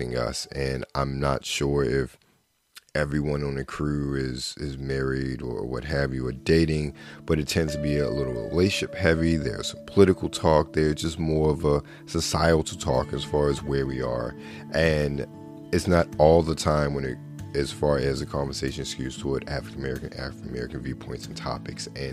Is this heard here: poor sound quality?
no